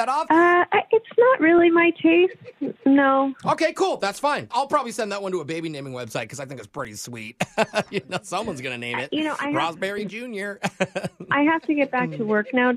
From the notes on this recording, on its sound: Phone Tap. Calls up a complete stranger.